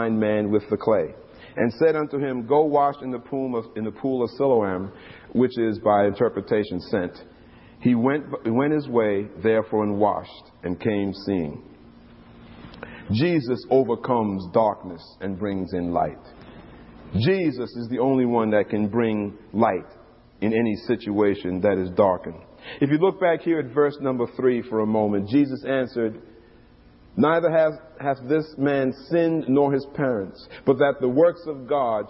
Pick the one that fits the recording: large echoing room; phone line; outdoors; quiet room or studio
large echoing room